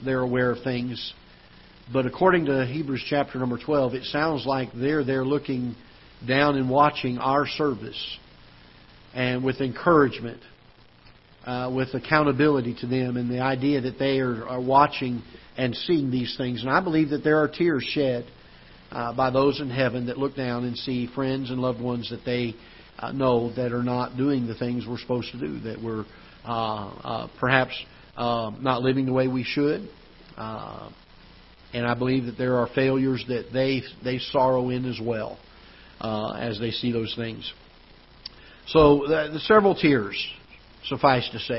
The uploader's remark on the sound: Ketha Heights Baptist Church ~ Live Broadcast